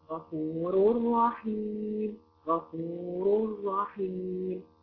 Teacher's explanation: ولا تغني ولا تقفي على التنوين ولا تعملي أي حاجة خالص، لأن الراء بتمنع الغنة · Term: بدون غنة